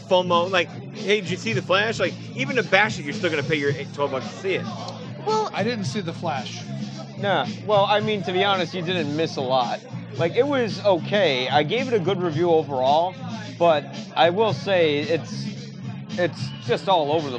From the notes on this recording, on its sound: This live recording session comes from the Galway Bay tavern in Chicago. Enjoy the lively and live conversation!